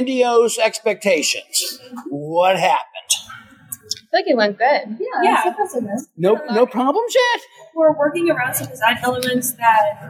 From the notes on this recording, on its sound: Taped live from Elite Weekend in Orlando.